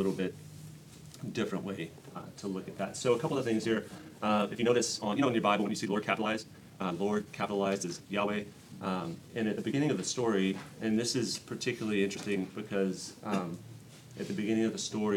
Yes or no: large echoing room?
yes